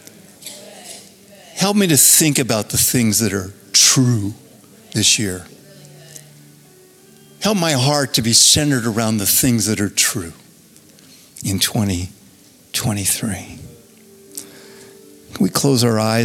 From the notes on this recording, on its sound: Recorded Live at Capital Church in Meridian, Idaho